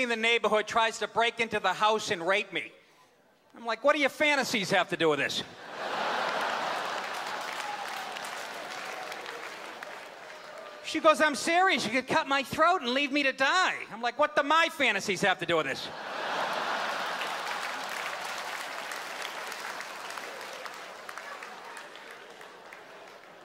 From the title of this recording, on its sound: Stand Up - 2008